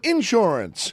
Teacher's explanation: had that great thing of putting the accent on the first syllables